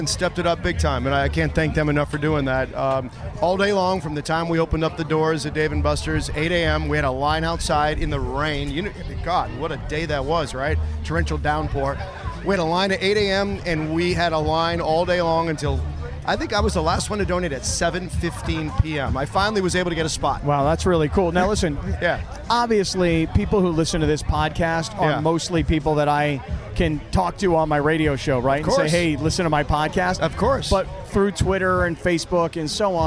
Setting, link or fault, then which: setting, busy venue